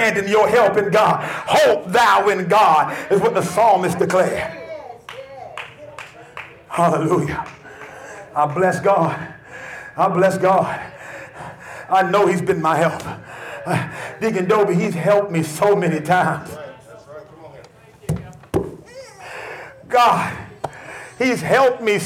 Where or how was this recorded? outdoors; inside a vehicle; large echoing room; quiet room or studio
large echoing room